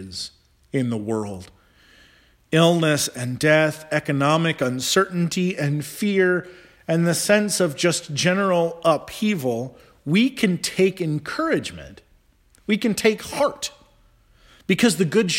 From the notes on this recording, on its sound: Charles Anglican Cathedral, Bremerton, Washington.